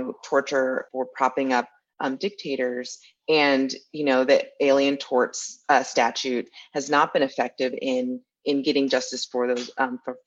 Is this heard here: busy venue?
no